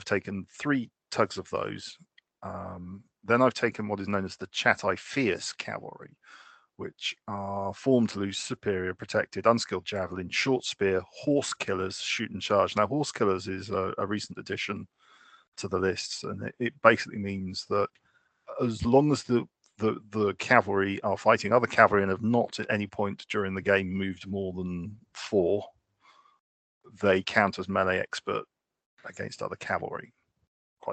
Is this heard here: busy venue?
no